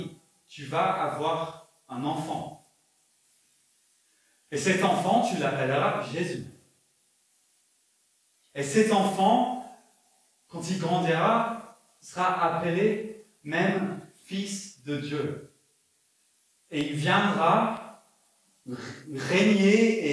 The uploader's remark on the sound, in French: Enregistré à l'église CVV, le 12/12/2021